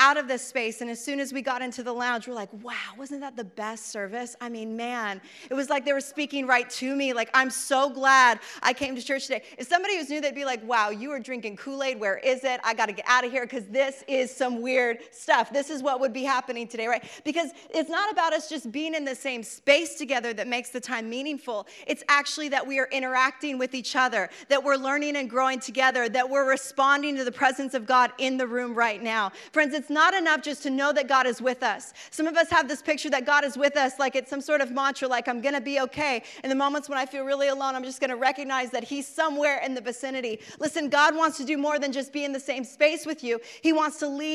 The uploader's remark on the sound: Preached this message on December 17th at our Downtown communiy.